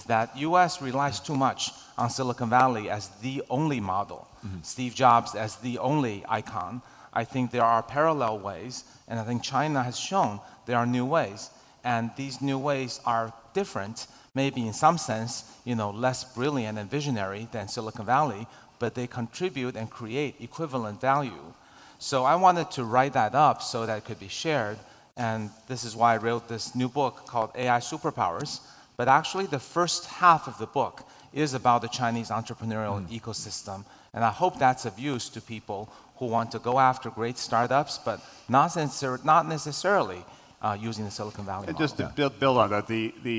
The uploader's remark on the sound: was recorded at the Forbes Under-30 Summit late last year.